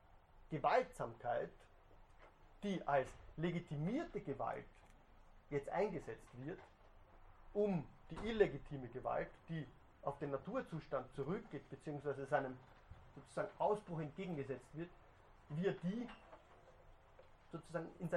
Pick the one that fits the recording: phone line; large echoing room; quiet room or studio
large echoing room